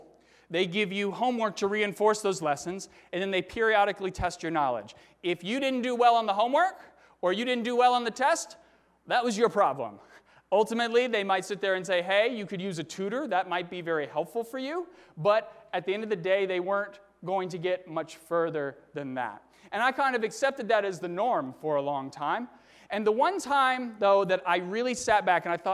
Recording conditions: large echoing room